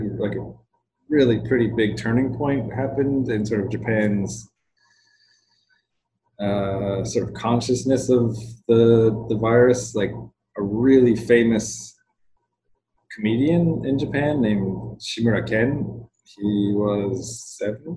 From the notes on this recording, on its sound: Sorry the audio isn't great! We recorded over Zoom across the planet from one another!